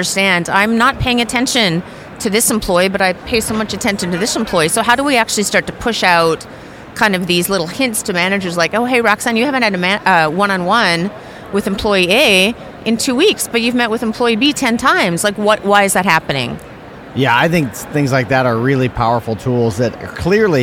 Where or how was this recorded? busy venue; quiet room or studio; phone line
busy venue